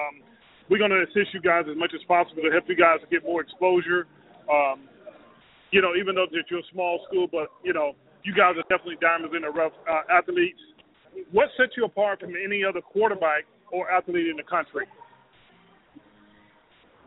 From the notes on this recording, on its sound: We will be boardcasting live from Buffalo Wild Wings in Boynton Beach, Fl.